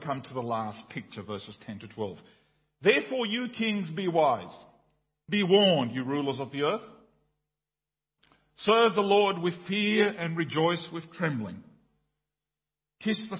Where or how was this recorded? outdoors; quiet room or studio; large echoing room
large echoing room